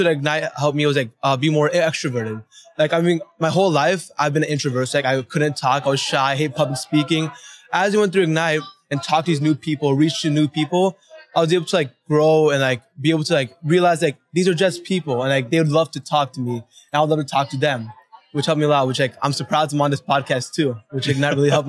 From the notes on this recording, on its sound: These conversations were live-recorded at the 2023 Northwest Arkansas Technology Summit.